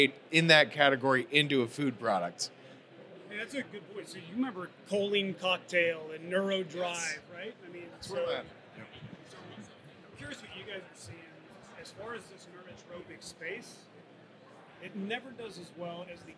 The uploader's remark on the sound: At SupplySide West 2024, one of the biggest events was a panel discussion held at the Kyowa Hakko USA booth.